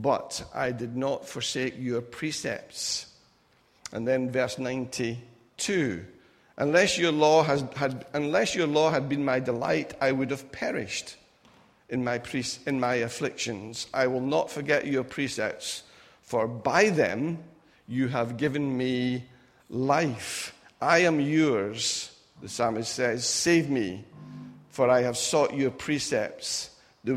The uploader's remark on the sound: Recorded at freedomcentre church, Preston on Sunday 28th January 2018